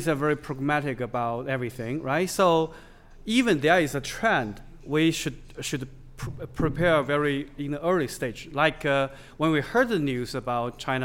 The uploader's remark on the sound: This week's podcast was recorded at the Caixin "Talking China's Economy: 2019 Forecasts and Strategies" conference in Chengdu in April.